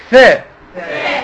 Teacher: الثاء بطلع فيها لساني ومرققه